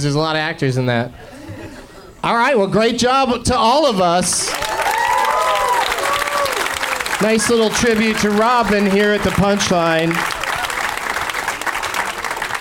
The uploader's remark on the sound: Live from the Punchline in San Francisco